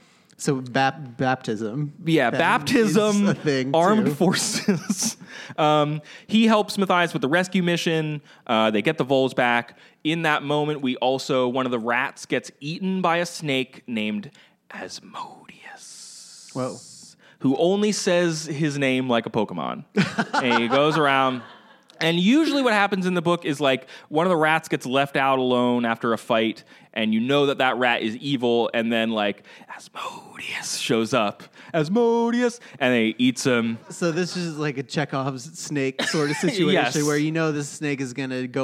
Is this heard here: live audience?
yes